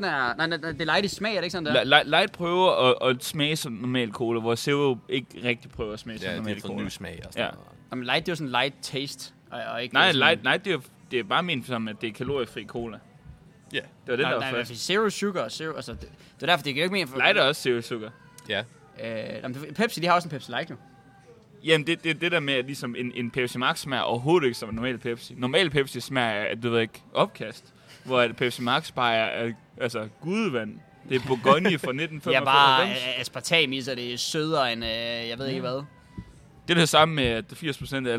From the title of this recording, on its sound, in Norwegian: Live Fra Zwei Grosse!